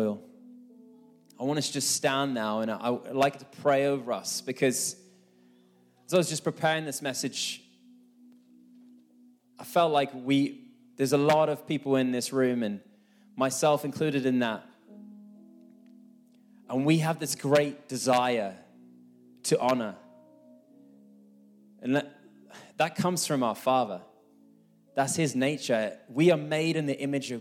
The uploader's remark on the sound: This message was recorded live at our Malmö Gathering on Sunday, May 21st, 2023.